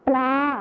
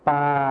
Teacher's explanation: คำว่าป่าในภาษาถิ่นอีสานจะไม่ใช้คำควบกล้ำรอลิงนะคะ · Shown in: second take